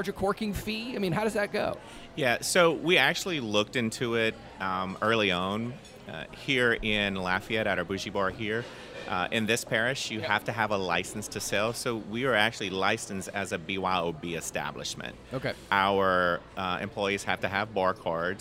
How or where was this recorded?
busy venue